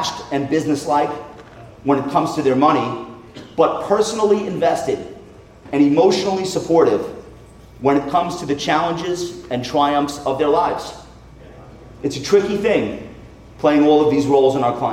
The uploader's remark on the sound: Remarks to the advisor community live from Wealth/Stack.